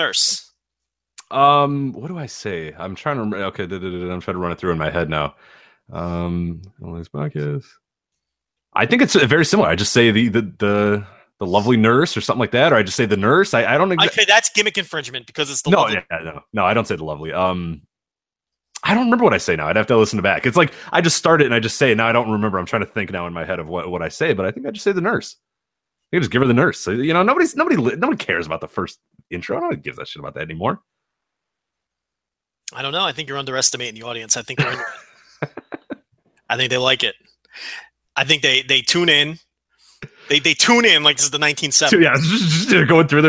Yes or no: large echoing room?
no